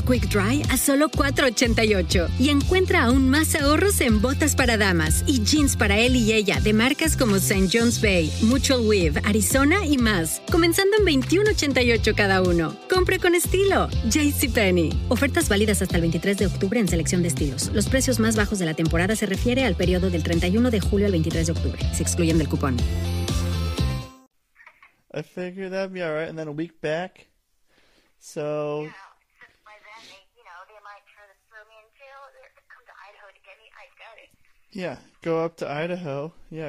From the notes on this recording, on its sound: I have a phone in call. From Sandpoint Idaho.